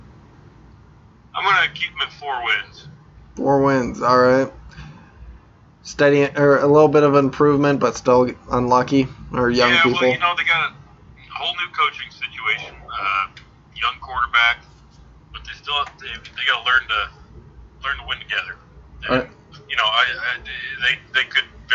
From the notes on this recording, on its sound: On the phone. In the studio.